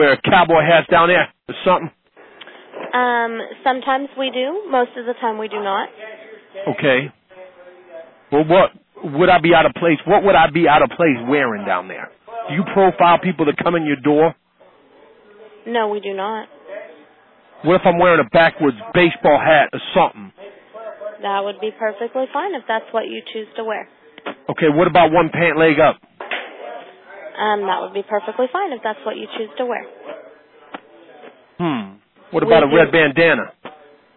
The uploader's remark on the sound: Prank Phone Calls